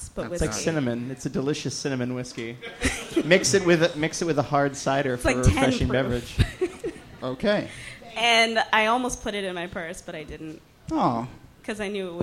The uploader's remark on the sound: This excerpt is from our January regular show at Housing Works Bookstore. Some audience members.